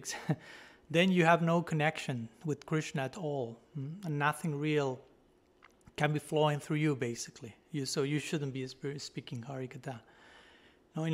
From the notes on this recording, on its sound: Given at Radha-Gopinatha Mandira on March 7, 2023.